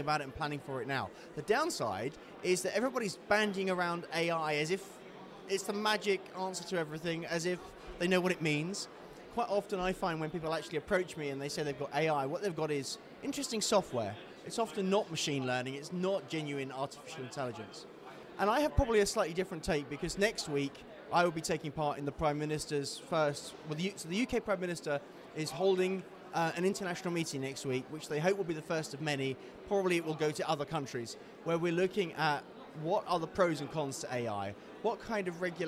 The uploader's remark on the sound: we took the podcast on the road to the AIPPI World Congress in Istanbul